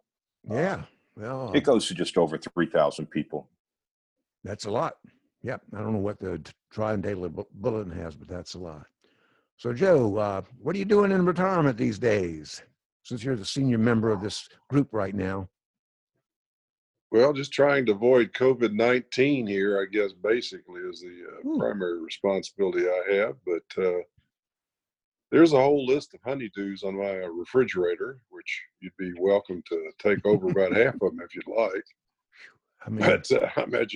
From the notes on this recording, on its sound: We are still zooming and invited past guests to come and pay a visit for this special occasion. Once again, in this current age of social distancing, we were recording via Zoom.